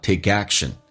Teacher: 中间有一个连音 k 跟 a，同时 k 要浊化